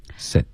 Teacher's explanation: 这个 sit 的干脆的停顿没听见，你要在最后顶舌尖